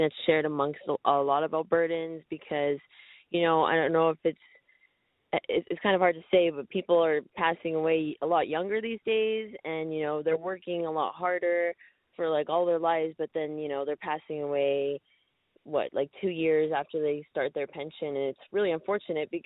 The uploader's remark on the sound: Northern Alberta Telephone Townhall